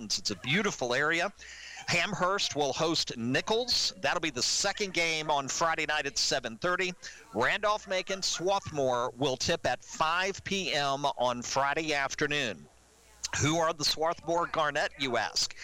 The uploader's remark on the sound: Recorded live at Sports Page Grille in Ashland, our live, local sports talk show on 102.9 The Mater from The RVA Sports Network.